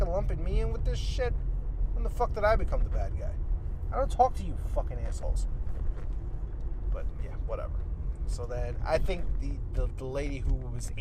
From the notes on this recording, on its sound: Episode 2 in my car.